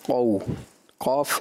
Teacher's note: قَوْف استعلا میں سے ہے، صفت استعلا جو کہ پر پڑھا جانے والا حرف ہے، حروف مستعلیہ بھی جس کو ہم کہتے ہیں۔